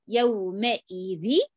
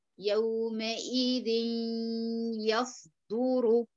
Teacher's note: أدخل النون الساكنة في الياء مع مراعاة الإتيان بالغنة من الخيشوم وليس الامتداد الصوتي